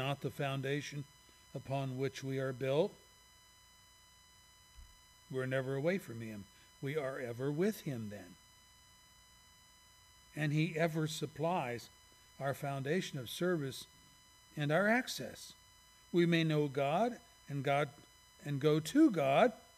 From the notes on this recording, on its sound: services recorded at Thornville Baptist Church